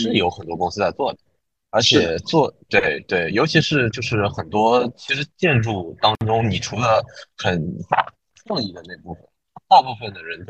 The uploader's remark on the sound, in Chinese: 当时主播对于如何录制、制作、剪辑播客都是一窍不通，故标识为「全损音质」。